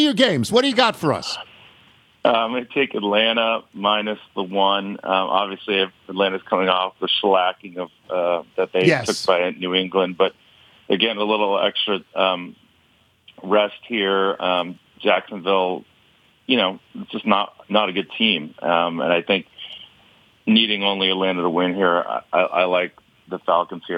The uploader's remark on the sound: Phone in with their picks. Calls in to pick games.